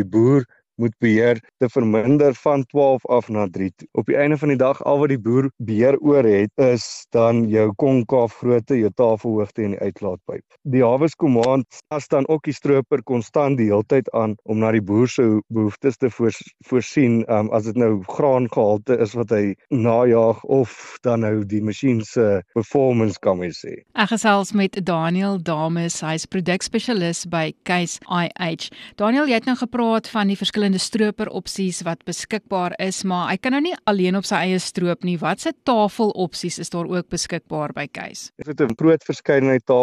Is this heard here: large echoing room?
no